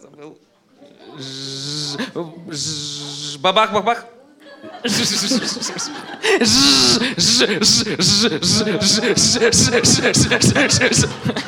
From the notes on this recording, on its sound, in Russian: Аудиозаписи интерактивного молодёжного креатив-шоу «Бои без правил», которое состоялось в рамках Всероссийского игрового фестиваля 9 декабря 2016 года в КСРК ВОС в Москве. Запись прямого эфира.